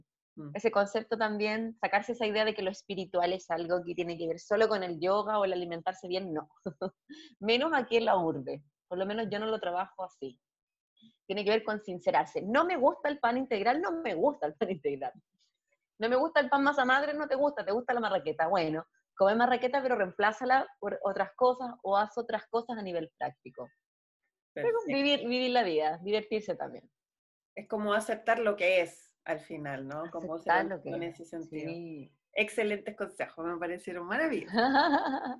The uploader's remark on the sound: Zoom Session 01.